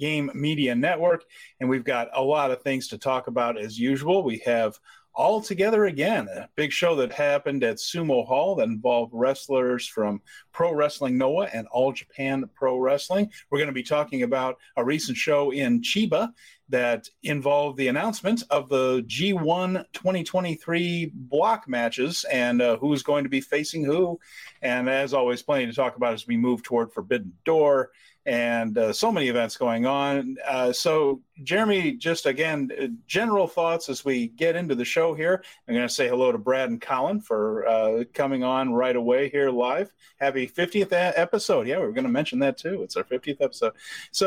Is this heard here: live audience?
no